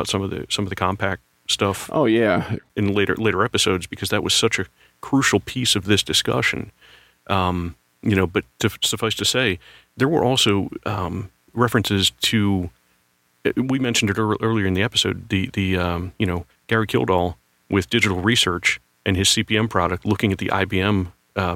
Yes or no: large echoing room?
no